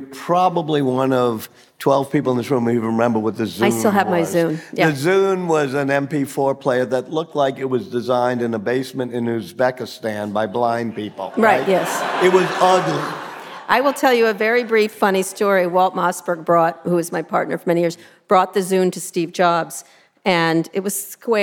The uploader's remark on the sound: Taped in front of a live audience at the New Orleans Book Festival.